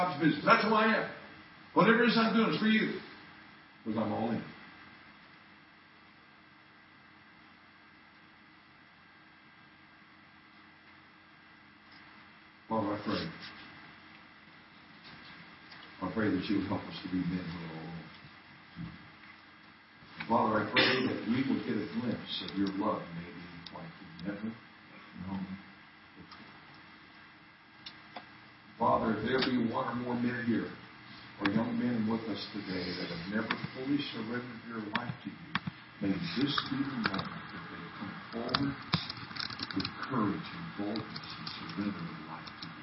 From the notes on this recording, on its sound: Men's Weekend 2013 Saturday Night - Audio. Poor Sound Quality.